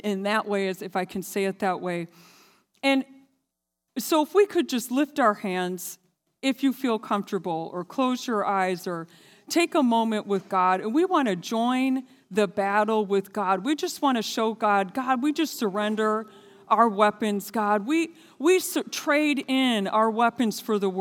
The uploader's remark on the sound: This sermon was recorded live on March 6th, 2022 at Newark United Pentecostal Church.